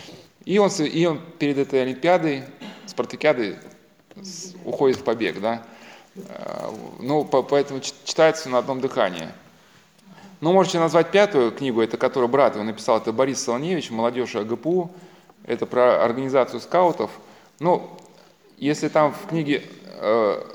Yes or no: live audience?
yes